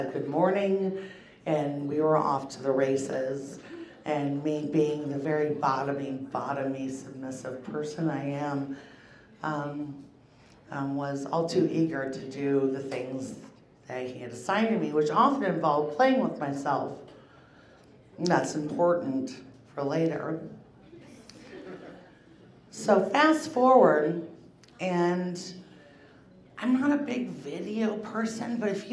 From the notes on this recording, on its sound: About Last Night is a monthly recurring episode releasing a single story from the previous evening's live event! Goes south is a live storytelling event out of Charlotte, NC. This podcast combines audio recordings from these live events to share with you! Goes south live events take place on the 3rd Tuesday of the month at Petra's in Historic Plaza-Midwood, Charlotte, NC.